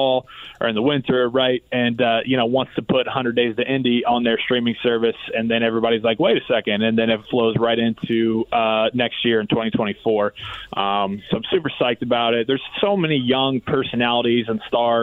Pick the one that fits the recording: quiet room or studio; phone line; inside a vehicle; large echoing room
phone line